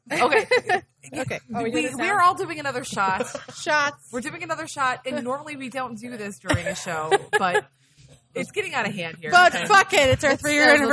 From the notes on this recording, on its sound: Recorded live at Old Shillelagh in Detroit during our 3 year anniversary celebration.